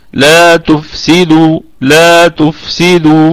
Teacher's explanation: الدال فيها قلقلة نسبية، وأيضا هي مضمومة فاتصلت الضمة بالواو فأصبح فيها مد طبيعي وقفا وأيضا وصلا.